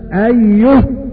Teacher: وباقي القراء يقفون أيه بسكون الهاء في المواضع الثلاثة